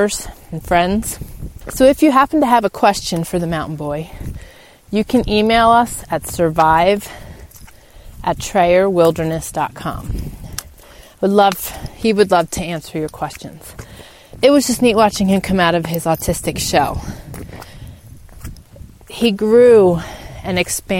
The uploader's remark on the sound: In today’s show I take you on a spring walk and talk with you